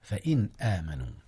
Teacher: أظهر نون إن قبل الهمزة فإن آمنوا، والهمزة طبعا من حروف الإظهار إذ هي حرف حلق.